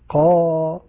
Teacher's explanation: فتقول مثل قا أو أقول قا، هذا حركة واحدة، قا هذا حركتين يعني فتحة زائد فتحة أخرى، امتداد زمن الفتحة بزمن فتحة أخرى. ولذلك نقول زمنه حركتين، حركتين الحركة زي الفتحة، ما تقول حركتين يعني فتحتين أو ضمتين أو كسرتين. · Term: المد الطبيعي